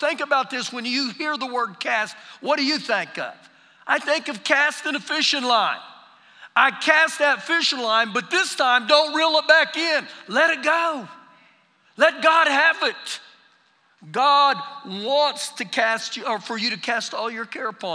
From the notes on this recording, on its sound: Recorded live during our Sunday morning service